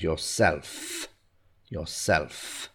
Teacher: get that stress on the F at the end